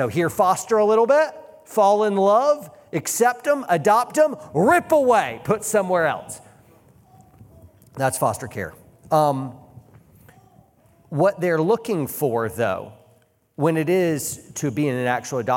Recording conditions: live audience